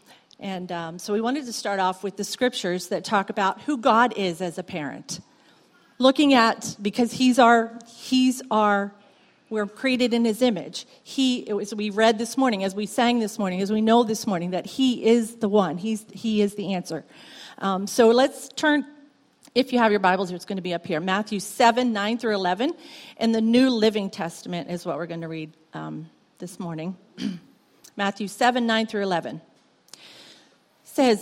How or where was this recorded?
large echoing room